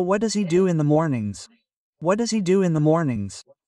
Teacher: The H disappears because they don't pronounce it between vowels either.